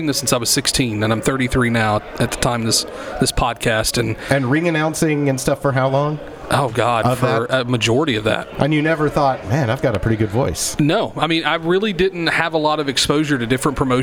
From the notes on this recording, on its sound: on location at The WrestleCenter